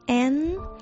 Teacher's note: N 嗰个音呢係唔合埋口嘅，係 N，咁条脷最后呢就喺上颚嗰度抵住上颚嘅